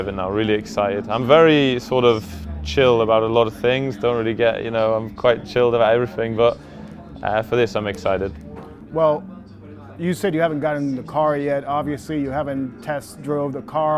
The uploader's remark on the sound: On Location at IMS. We're on location at the Indianapolis Motor Speedway. Before his first practice session of the day.